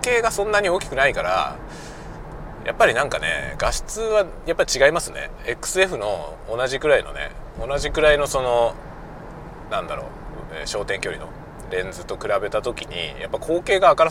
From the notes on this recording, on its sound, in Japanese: 車運転しながら雑談。仕事で訪問先へ向かう車内で運転しながら録音したものです。